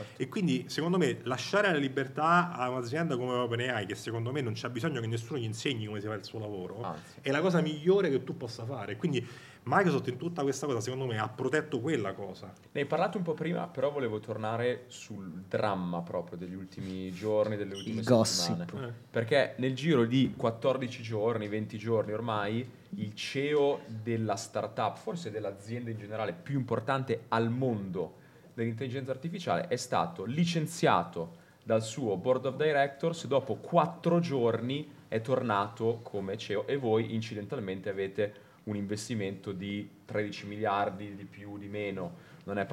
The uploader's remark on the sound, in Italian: Abbiamo registrato con l’AI Specialist Director di Microsoft durante il secondo evento di Cheers e Starting Finance. Durante un aperitivo.